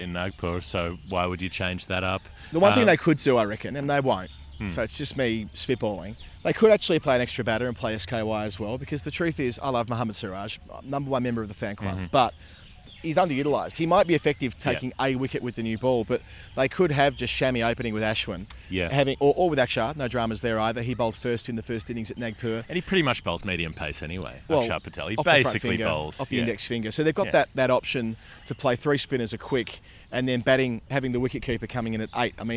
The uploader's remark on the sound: India v Australia, 2nd Test, Delhi. When you get the chance to record an episode at the Feroz Shah Kotla Fort, one of the most impressive ancient structures in India, why not?